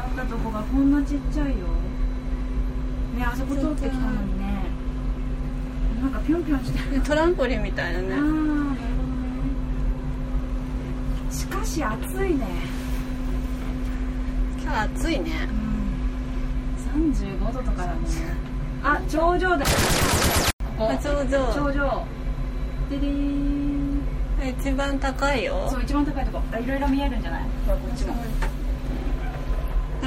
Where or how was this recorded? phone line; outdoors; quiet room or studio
outdoors